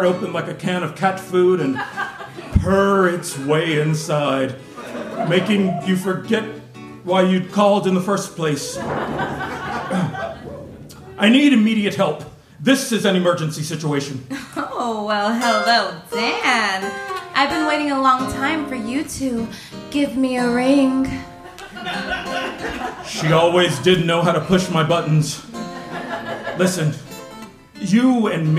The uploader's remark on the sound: Enjoy this recording of two original audio dramas performed (LIVE) in front of an audience in the spring of 2023. Capital Arts Theater Guild partnered with Artist Soapbox to present ASBX LIVE: Bringing the Outside Inside. Were written to be performed with live sound effects. At Theatre Raleigh Arts Center’s, Lobby Cabaret Theatre.